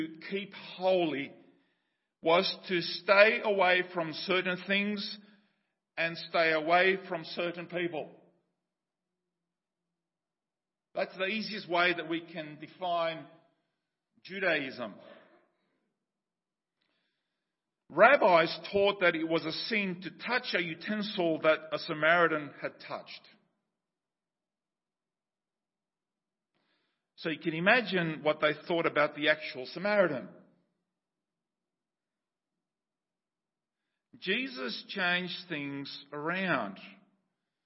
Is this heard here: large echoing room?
yes